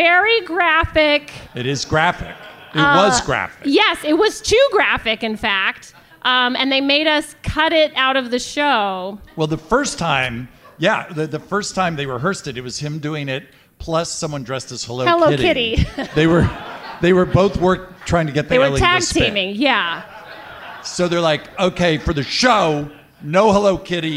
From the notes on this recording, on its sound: Live from Comic-Con 2019. Are live from the Team Coco House at Comic-Con 2019!